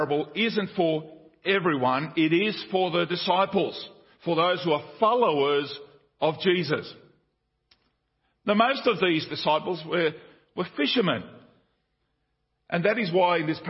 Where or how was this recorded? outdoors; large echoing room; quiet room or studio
large echoing room